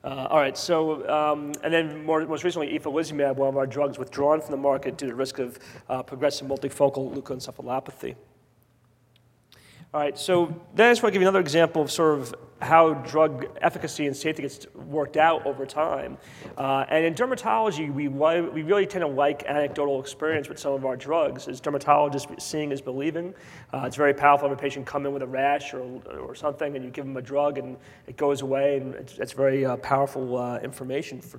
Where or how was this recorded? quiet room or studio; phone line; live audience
live audience